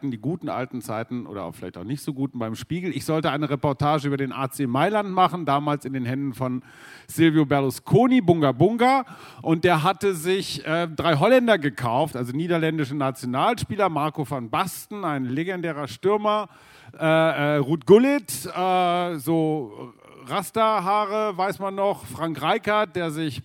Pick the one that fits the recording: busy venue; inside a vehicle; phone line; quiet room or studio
busy venue